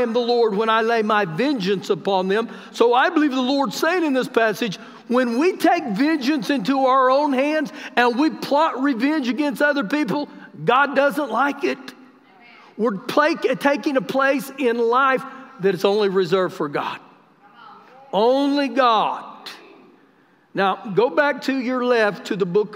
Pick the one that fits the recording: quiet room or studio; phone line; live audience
live audience